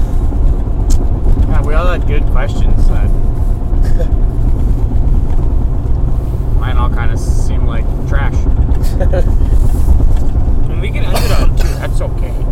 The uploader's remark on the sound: POSSIBLE POOR AUDIO QUALITY **** Another in the truck episode. This is a spontaneous episode.